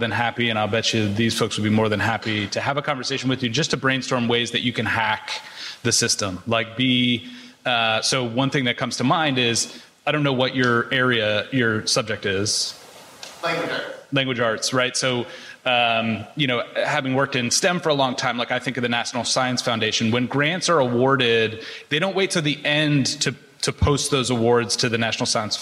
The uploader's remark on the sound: Live from SXSW Edu 2023